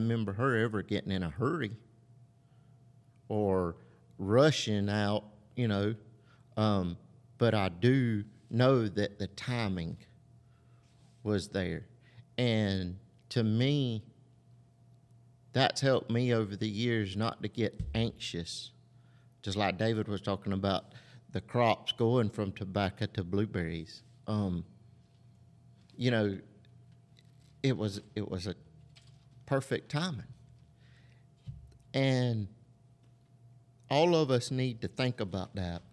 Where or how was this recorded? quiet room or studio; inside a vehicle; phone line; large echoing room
large echoing room